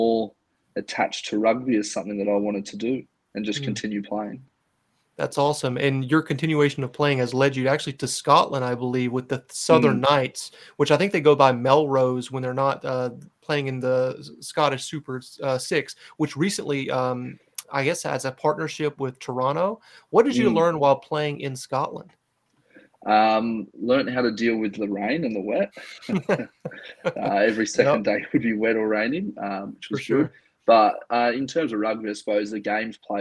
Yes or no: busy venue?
no